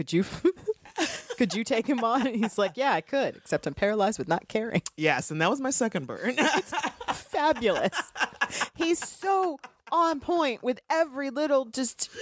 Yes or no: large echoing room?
no